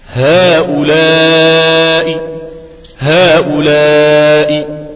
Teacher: الروم ده هنأتي ببعض الحركة، هنيجي بتلتين الحركة